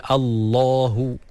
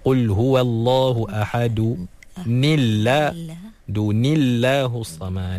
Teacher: bila kita baca dengan baris bawah pada tanwin tu, automatik lafzul jalalah dinipiskan, ditarqiqkan. · Shown in: second take · Jadi asalnya tebal Allahu.